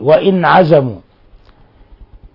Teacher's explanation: ننطق بالنون مظهرة من غير أن نضغط عليها، من غير غنة فيها · Term: إظهار حلقي